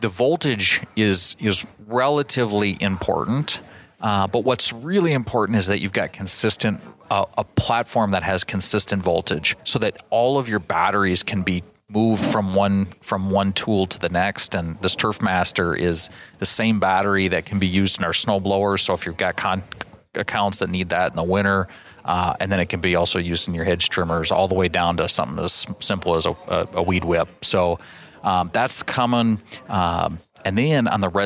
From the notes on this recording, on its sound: In this special episode recorded at the Toro Content Creator event in Minneapolis.